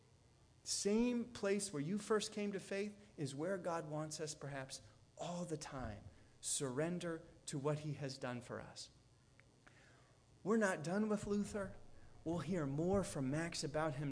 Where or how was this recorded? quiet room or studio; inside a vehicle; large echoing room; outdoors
large echoing room